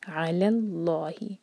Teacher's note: أَن تَقُولُوا عَلَى اللَّهِ، عَيْن لائٹ اور حلق سے، اور عَلَى جو ہے دو سلبل والا ورڈ ہے، تو عین پر زور دے کر پڑھیں گے علی اللہ. تو جب ہم لام جلالہ کو ہیوی کریں گے تو جو علی کا لام ہے، لام کا جو فتح ہے، اس کو نہ ہیوی ہونے دیں، علی اللہ.